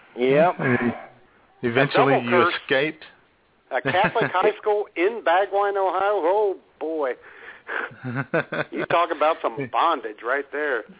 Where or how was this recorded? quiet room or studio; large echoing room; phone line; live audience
phone line